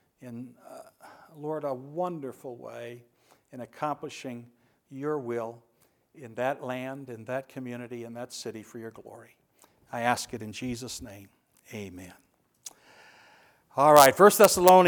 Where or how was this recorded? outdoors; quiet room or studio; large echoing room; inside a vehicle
large echoing room